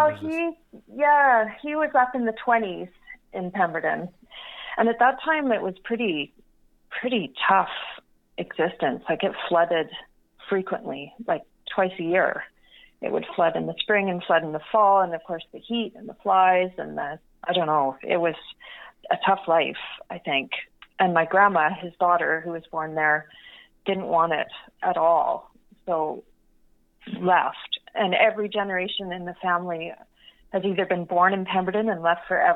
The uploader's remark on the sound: Joined me on the phone to tell me all about the farm.